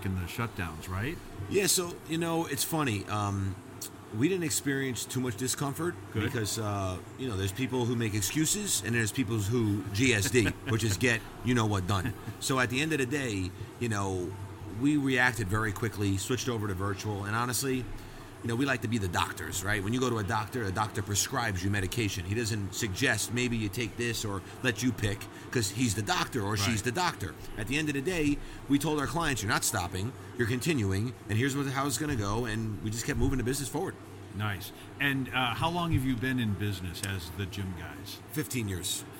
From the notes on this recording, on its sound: Recorded LIVE in the Podcast Zone at The International Franchise Expo 2023 in New York.